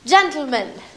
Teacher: That's exploding the T sound straight into the L sound and is difficult for a lot of people. · Term: lateral plosion